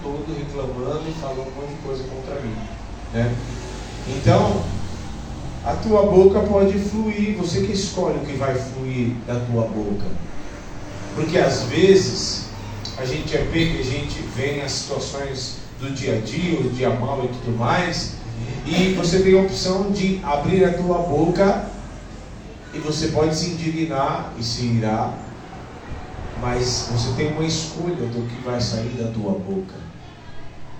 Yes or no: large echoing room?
yes